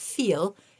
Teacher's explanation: We've got feel, in which your tongue curls back a little more on the L sound, and we call that a dark L